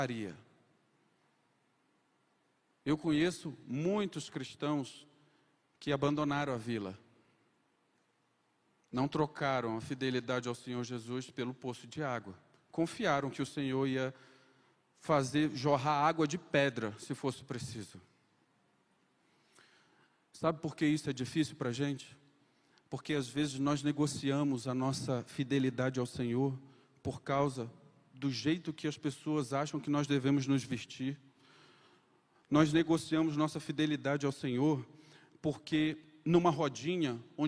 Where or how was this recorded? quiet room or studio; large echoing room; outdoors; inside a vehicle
large echoing room